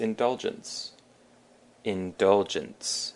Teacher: indulgence also has the emphasis on the dull.